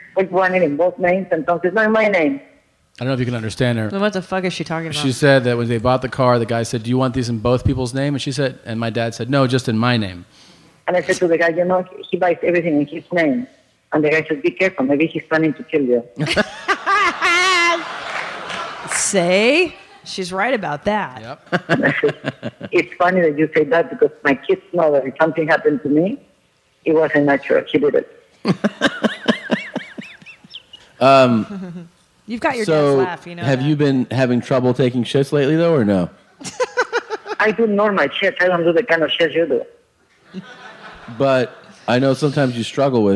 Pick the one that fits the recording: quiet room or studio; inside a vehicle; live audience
live audience